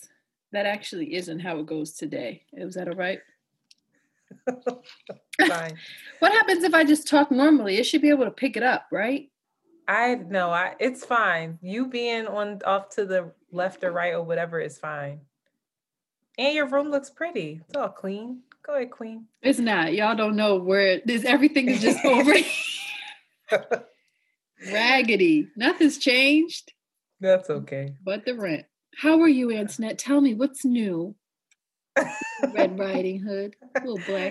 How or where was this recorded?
video call